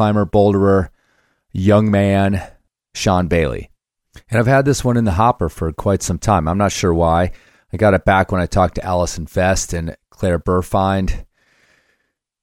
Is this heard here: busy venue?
no